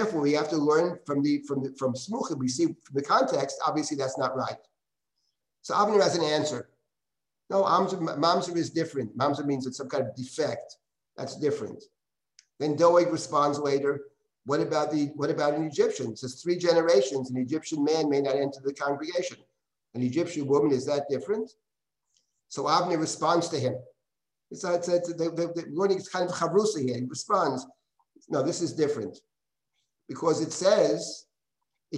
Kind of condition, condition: link, video call